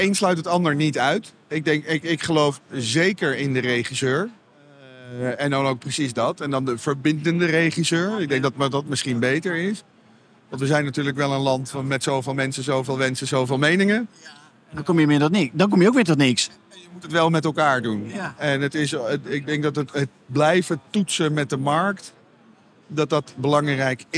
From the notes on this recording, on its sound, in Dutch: Vanaf de EXPO REAL opgenomen vanaf de stand van Property Plaza.